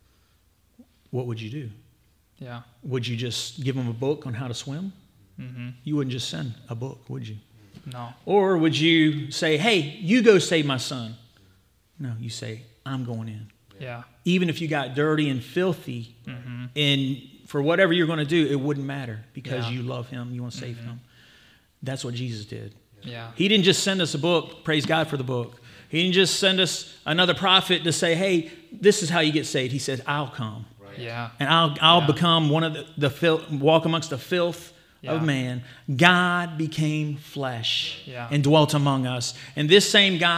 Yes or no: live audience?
yes